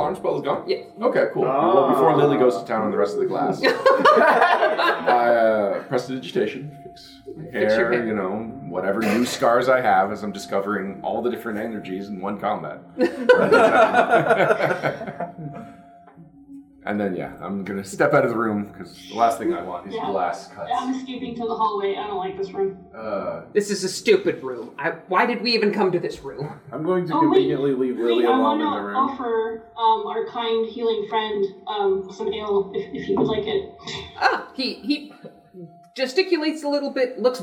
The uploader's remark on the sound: Recorded live at PaizoCon 2018!